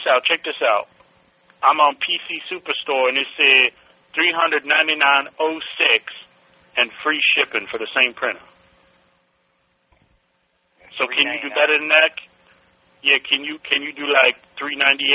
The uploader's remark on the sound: Prank Phone Calls